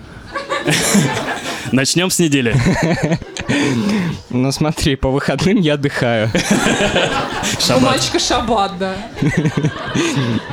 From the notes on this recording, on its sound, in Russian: Лайв-запись подкаста. Выкладываем нашу открытую запись.